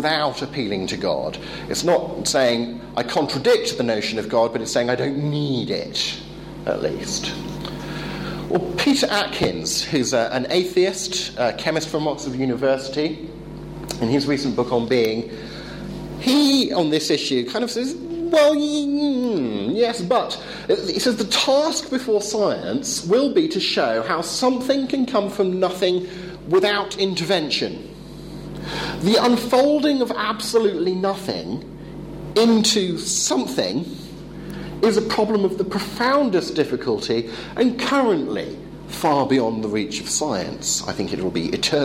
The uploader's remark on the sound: Talk delivered at the European Leadership Forum 2013 in Poland.